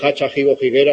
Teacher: En la zona occidental sí que se aspira